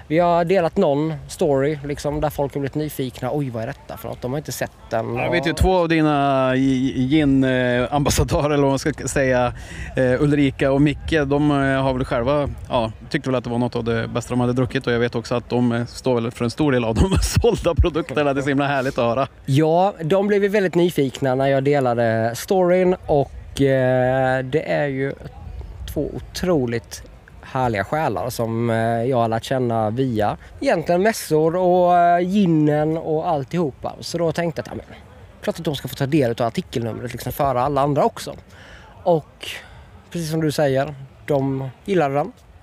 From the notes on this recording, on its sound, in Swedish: FESTIVALSPECIAL. Här i vimlet på Dylta Bruk.